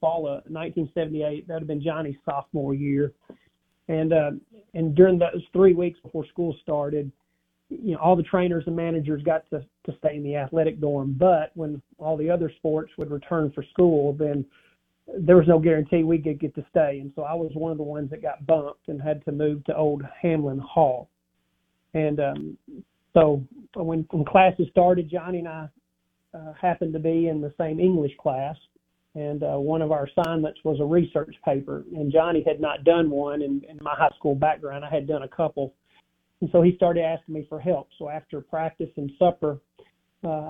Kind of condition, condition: link, phone line